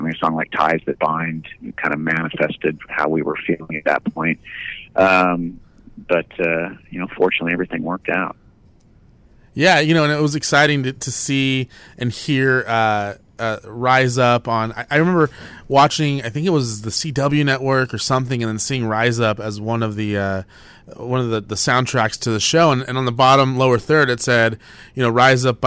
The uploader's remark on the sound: called into On Air